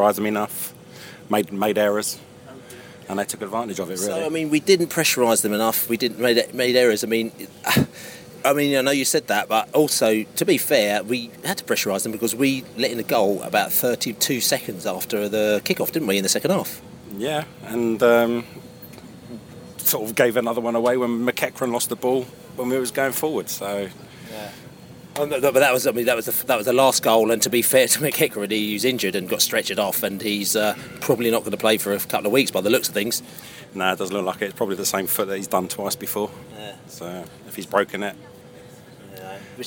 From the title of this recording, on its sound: post-match poscast from the pub